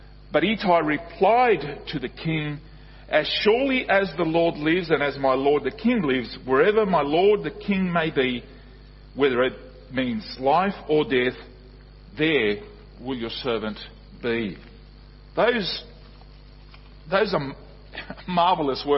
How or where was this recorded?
large echoing room